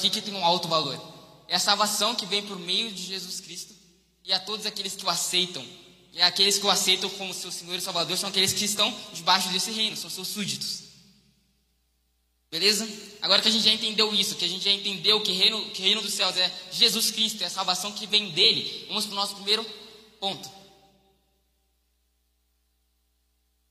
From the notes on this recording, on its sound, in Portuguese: Mensagem ministrada ao vivo em 18/12/2021.